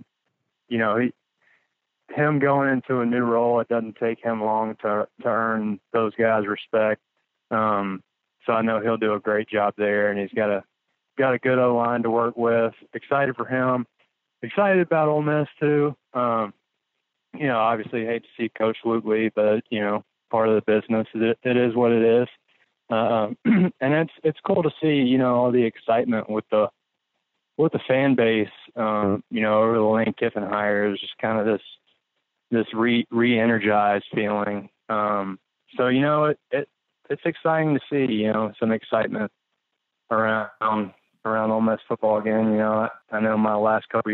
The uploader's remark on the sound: joins (21:57) on the Modern Woodmen phone line.